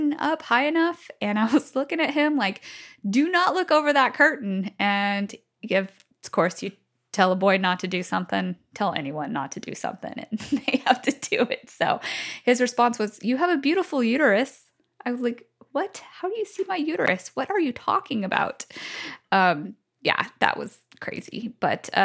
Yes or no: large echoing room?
no